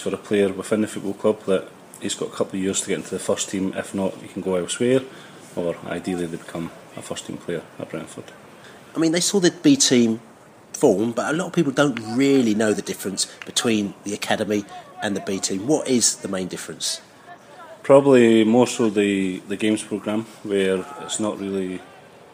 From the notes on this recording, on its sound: at the B team match against QPR at their training ground in Harlington